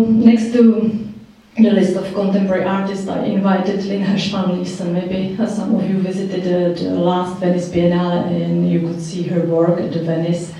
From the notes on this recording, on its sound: Recorded at the Czech Embassy Cinema in London